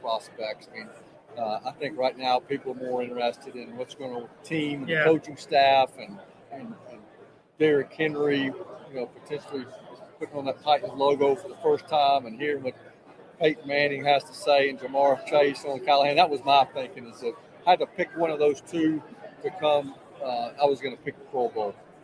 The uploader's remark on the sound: Live At Super Bowl!